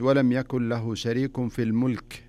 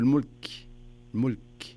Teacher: الكاف هذا من حروف الهمس زين، وليس من حروف القلقلة · Shown in: second take